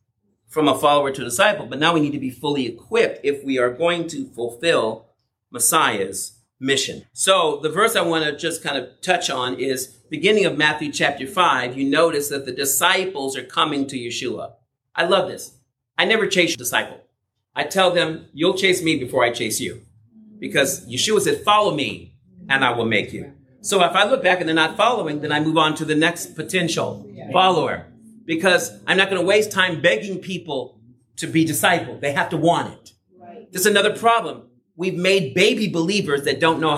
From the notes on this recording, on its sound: did a breakout session for the 2024 MJAA Southwest Regional Yeshua Conference at the Irvine Marriott in California